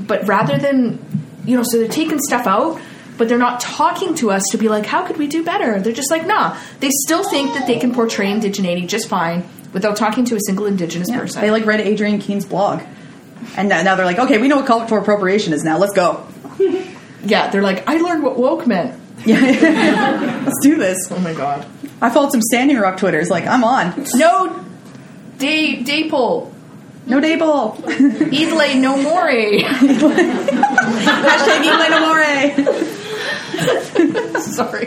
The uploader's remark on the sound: Live at McGill. Bringing us out before a live studio audience! This episode features a hilarious laugh track, and some fantastic audience participation!